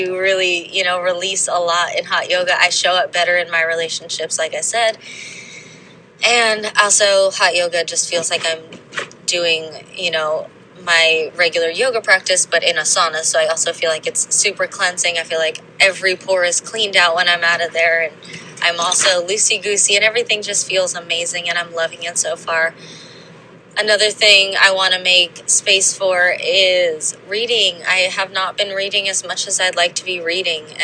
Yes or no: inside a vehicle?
yes